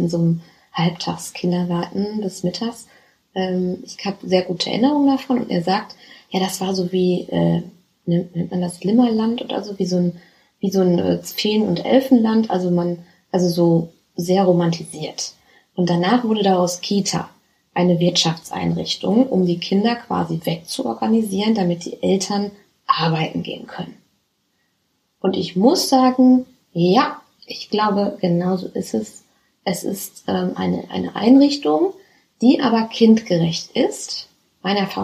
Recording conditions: phone or laptop microphone